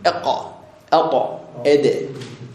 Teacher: وما ممكن أن ينتج هذا الصوت إلا مع الصويت الذي يصاحب القلقلة اللي هو الطقة، احنا نسميه اقا اقا اد.